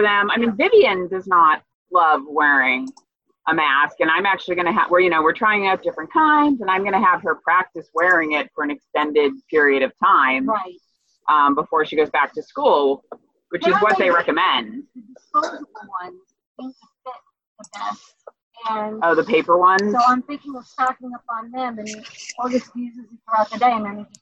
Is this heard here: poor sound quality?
yes